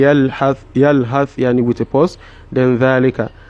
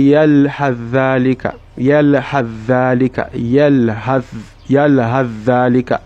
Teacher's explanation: However, if you choose to recite it together, you say yal hath dhalika, yal hath dhalika, yal hath dhalika, yani you are skipping the tha'un. You skip the tha'un completely, and you enter straight into tha. · Shown in: second take